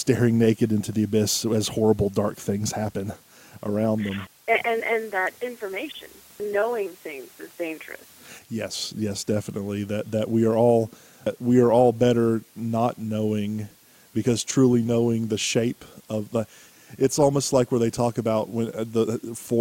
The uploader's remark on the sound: joins by phone